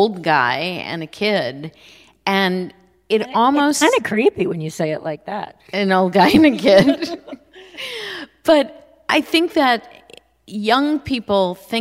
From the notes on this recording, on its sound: Recorded live. Crybabies Live at the Bard.